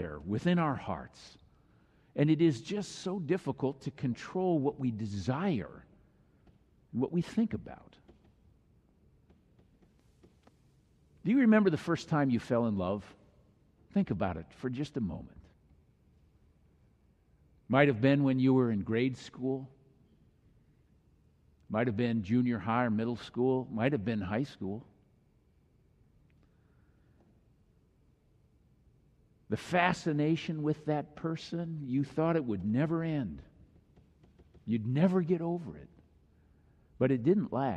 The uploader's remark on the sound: Final message of the Summer Series delivered during the Traditonal Worship service.